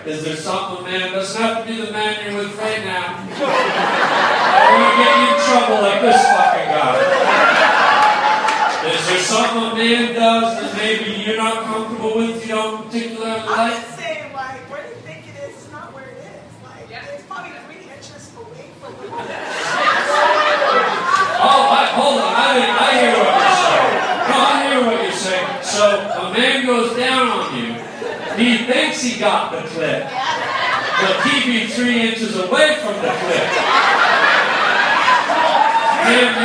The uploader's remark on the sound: DIRTY LIVE COMEDY. A dirty, dirty crowd. Nutty phone call from a listener.